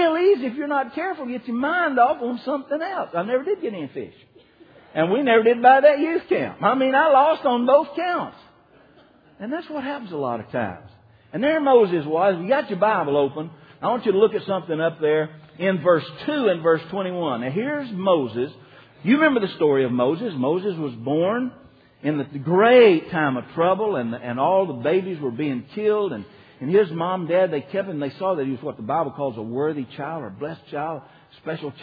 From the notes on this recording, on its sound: (Archived from January 2006 Revival at Liberty Baptist Church in Dalton, Georgia).